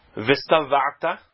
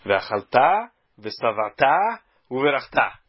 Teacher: É uma palavra que fica com o acento como paroxítona. · Shown in: first take